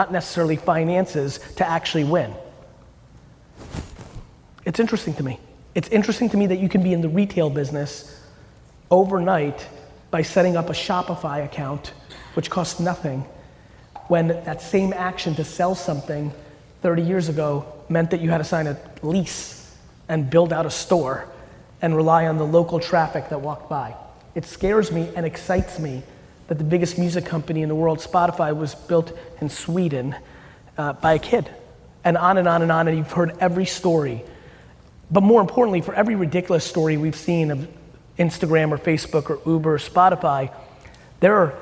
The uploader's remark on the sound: Today’s episode is from a keynote that I gave in Mobile, Alabama during Senior Bowl weekend last month.